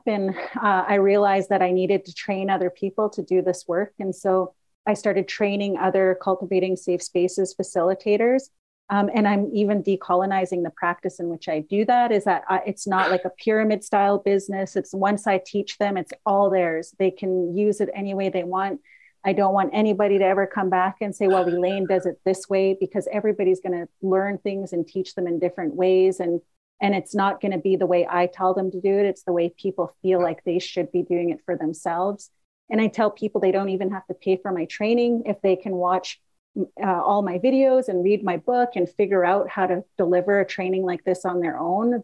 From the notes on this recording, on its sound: In Raleigh, NC and Kamloops, BC on Zoom.